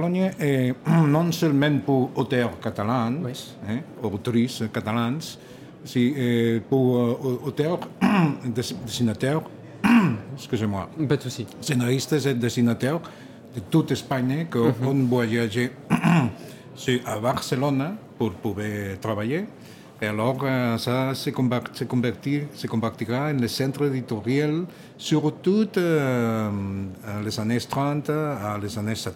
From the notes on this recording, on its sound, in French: Un entretien enregistré dans le cadre du festival SoBD - Toute la bande dessinée au cœur de Paris.